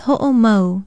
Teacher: pronounce that glottal stop between the O's, which is called an okina in Hawaiian